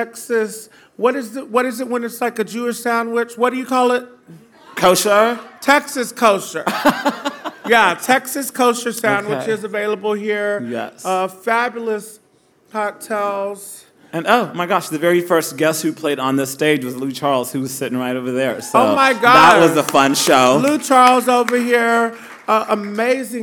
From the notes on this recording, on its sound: Recorded live at Tulips in Fort Worth.